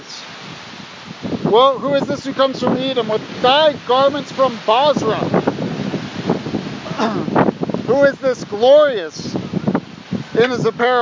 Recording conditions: wind noise